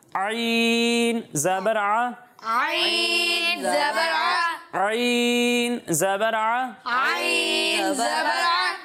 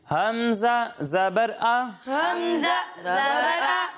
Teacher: ایک حرف ہے عین، اور دوسرا حرف ہے حمزہ۔ جب ہم عین کی ادائیگی کریں گے تو اسے حلق کے درمیان والے حصے سے پڑھتے ہیں، اور حمزہ کو حلق کے نیچے والے حصے سے پڑھتے ہیں